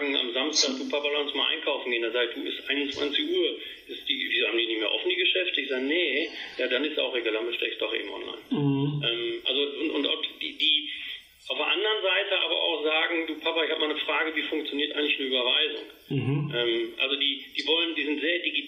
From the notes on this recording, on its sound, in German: im Telefoninterview